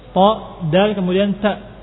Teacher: Ujung lidah dengan tempat tumbuhnya gigi seri atas. · Term: makhrajnya